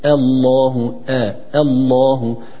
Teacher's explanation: ولو بدأنا بالله لنقول الله لا نفخم الهمزة، نقول الله الله المرقف الهمزة والمفخم اللام أو المغلظ اللام